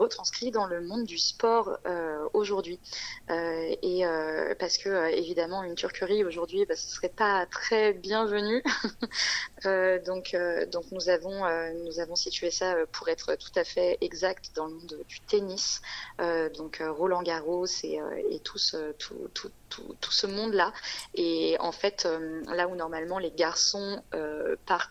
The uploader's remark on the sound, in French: Entretien téléphonique